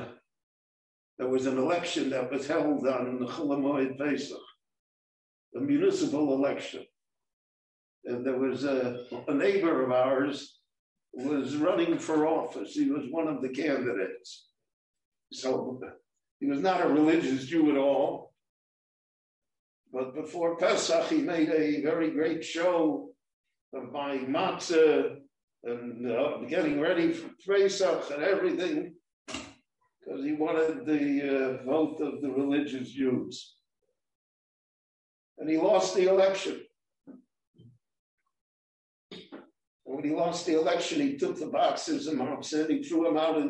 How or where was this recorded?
large echoing room